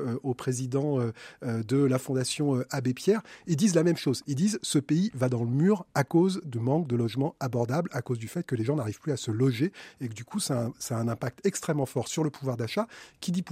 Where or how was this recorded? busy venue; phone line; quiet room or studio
quiet room or studio